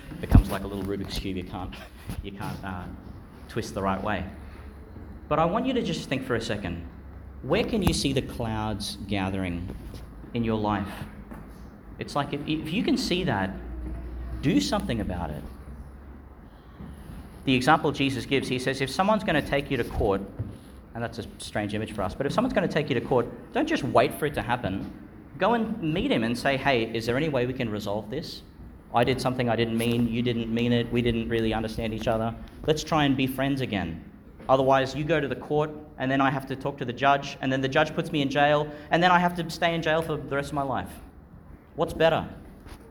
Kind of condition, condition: setting, large echoing room